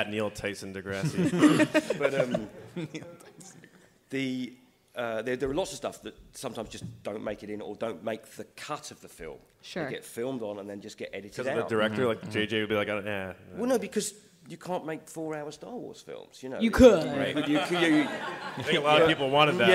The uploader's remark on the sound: Star Wars Celebration LIVE Podcast. We have brought our experience to you with our live podcast from the conventions! Took live audience questions.